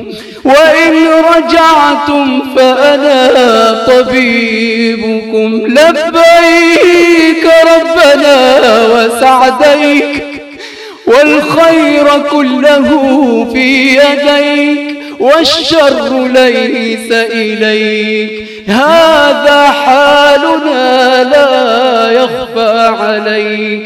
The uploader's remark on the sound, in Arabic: تسجيلات ليالى رمضان بمسجد السلام بالعمرانية